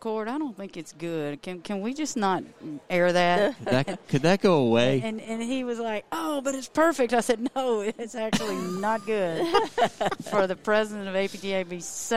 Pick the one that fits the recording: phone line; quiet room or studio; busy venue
busy venue